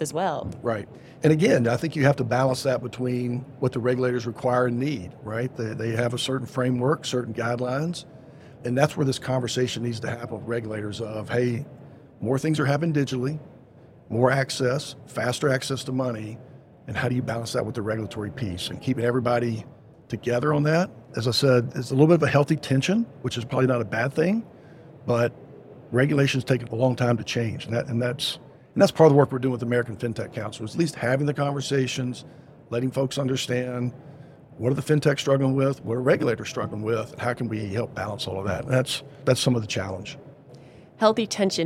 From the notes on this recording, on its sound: Podcast recorded live at Money20/20 USA in Las Vegas.